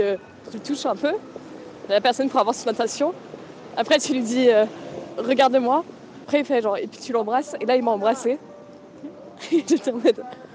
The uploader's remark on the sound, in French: Par note vocale, je raconte à ma soeur mes tentatives pour le séduire.